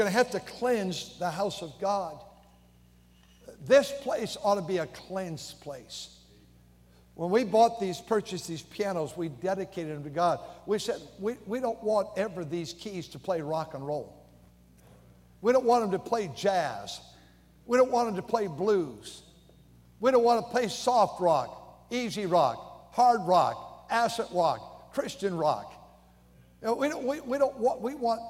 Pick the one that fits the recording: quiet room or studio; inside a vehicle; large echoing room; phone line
large echoing room